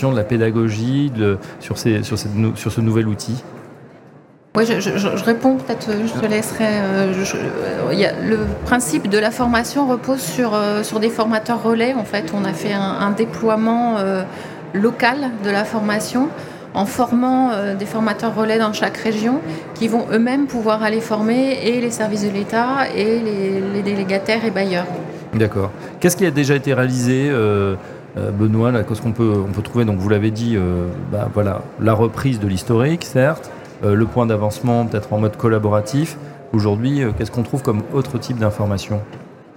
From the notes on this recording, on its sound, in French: 83e Congrès HLM de l'Union Sociale pour l'Habitat. En direct du 83e congrès USH à Nantes.